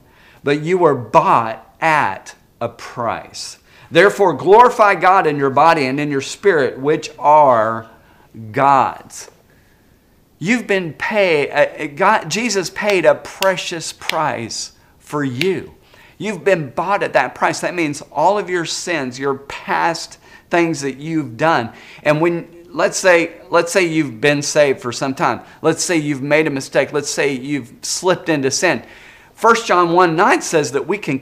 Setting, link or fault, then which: setting, large echoing room